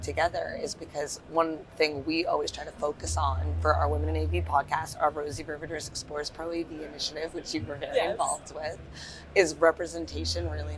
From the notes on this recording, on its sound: If the audio sounds a bit wonky to you, that's because we are live and in-person at InfoComm 2023!